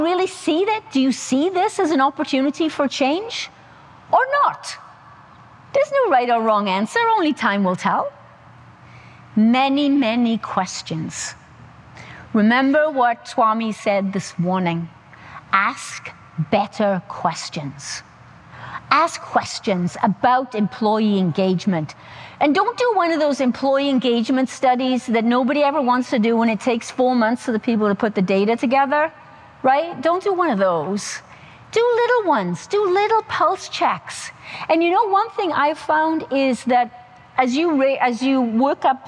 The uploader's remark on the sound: The audio from the highly energetic and engaging speech at the Centre for Automotive Research conference. The audio from the highly energetic and engaging speech at the Centre for Automotive Research conference, Management Briefing Sessions In Traverse City, Michigan. The audio refers to slides in the presentation.